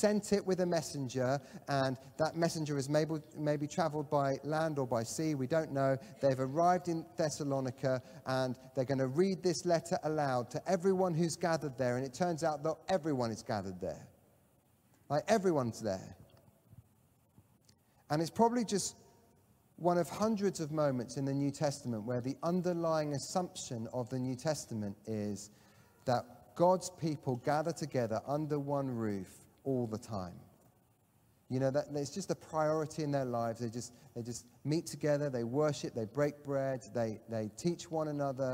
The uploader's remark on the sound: Catalyst Live Online Church Service.